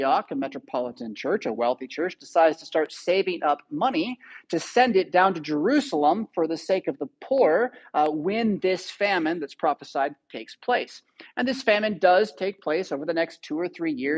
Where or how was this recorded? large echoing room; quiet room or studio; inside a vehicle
large echoing room